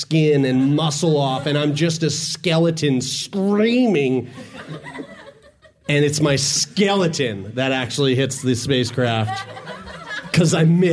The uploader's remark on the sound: Get geeked out shooting the sh*t in front of a live audience at this years Animartime!